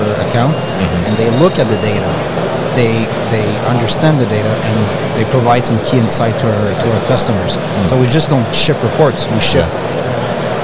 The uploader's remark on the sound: UgoWork at MODEX 2022